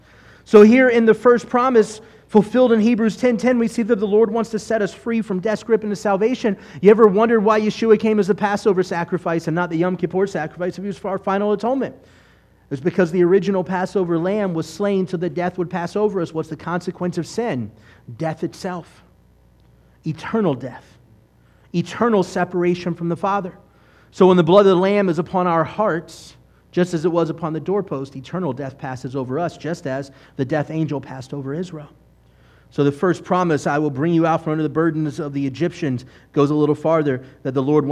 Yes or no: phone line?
no